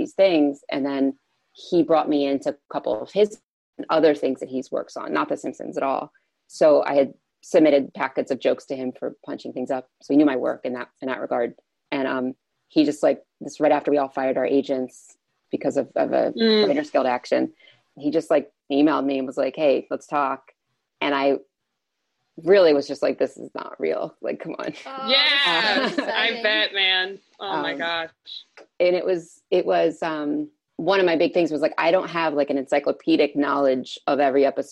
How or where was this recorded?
video call